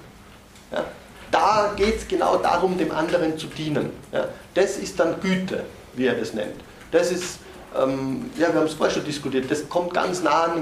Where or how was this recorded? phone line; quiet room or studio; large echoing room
large echoing room